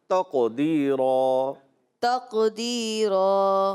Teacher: پھر قلقلہ میں سے نا قاف آواز آئے گی، قلقلہ آواز لوٹ کر آتی ہے